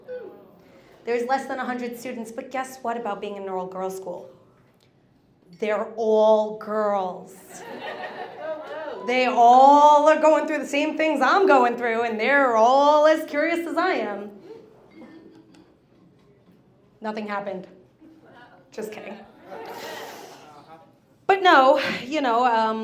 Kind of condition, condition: setting, live audience